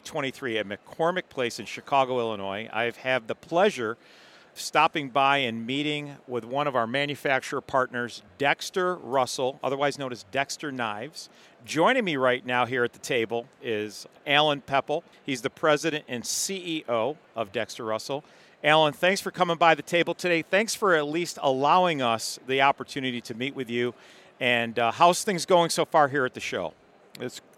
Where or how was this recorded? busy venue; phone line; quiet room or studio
busy venue